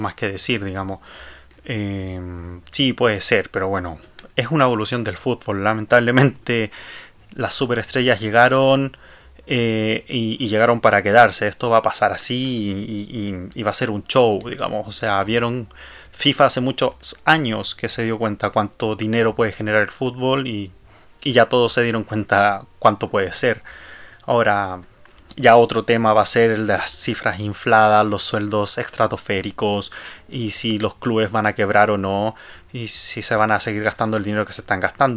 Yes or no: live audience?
no